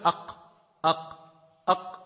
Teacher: Même si tu t'arrêtes brusquement, est-ce qu'il y a de l'air qui va sortir? Il n'y a pas.